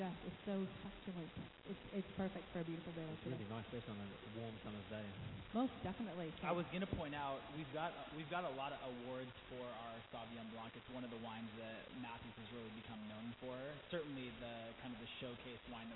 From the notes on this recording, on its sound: broadcasts live from Matthew's Winery